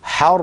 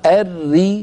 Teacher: وحرم الربا، حر راء مشددة مفتوحة، الري راء مشددة مكسورة، الأولى بحاجة إلى تفخيم والثانية بحاجة إلى ترقيق